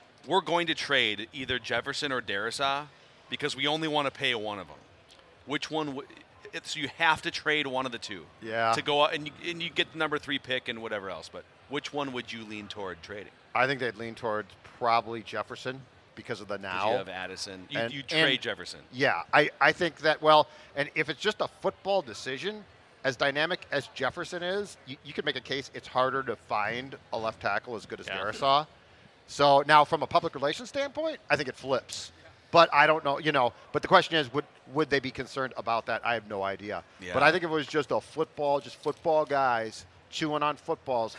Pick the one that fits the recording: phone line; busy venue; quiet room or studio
busy venue